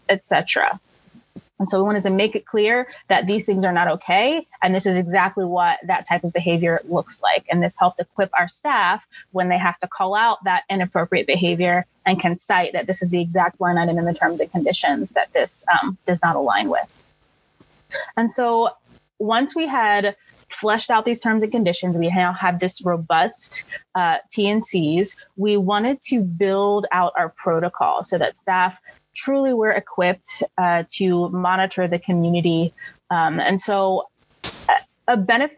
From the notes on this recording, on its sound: This episode is a recording of a session from our virtual user conference, Super Forum.